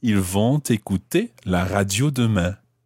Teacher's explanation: Why am I pronouncing the T of ils vont? Because écouter starts with a vowel.